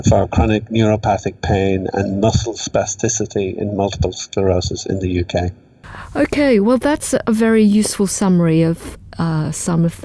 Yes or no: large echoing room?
no